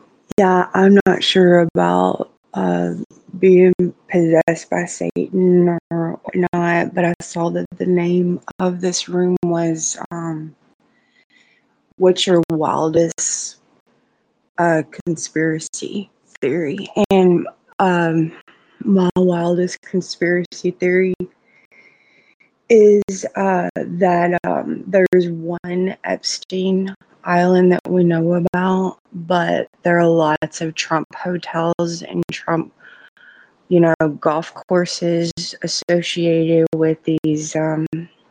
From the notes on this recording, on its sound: The idea being to test out how community engagement on a live platform would perform, while providing active conversational engagement from the listeners outside of written comments. Think of it as a Coast to Coast AM style open radio show. Admittedly the sound quality isn't the best but I feel it adds to that boots on the ground conversations we all heard back in the day with talkback radio (I will be using my regular recording set up next time around).